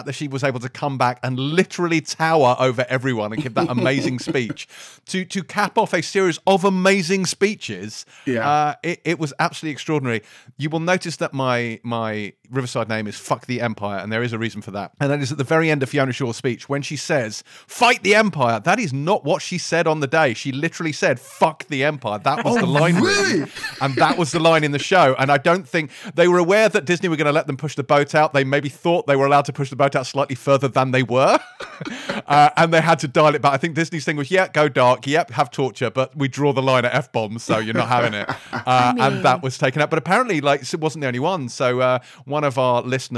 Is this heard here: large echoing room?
no